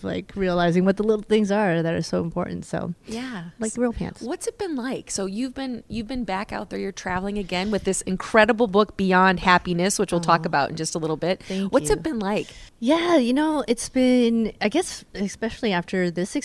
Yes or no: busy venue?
yes